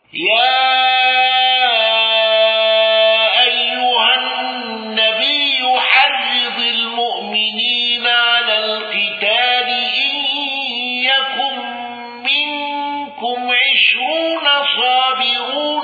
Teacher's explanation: بتفخيم راء عشرون وصابرون، وهذا الوجه من العنوان والمجتبى والتذكرة